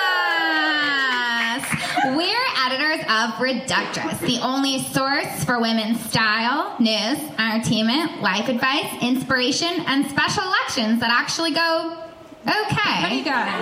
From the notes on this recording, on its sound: in this live show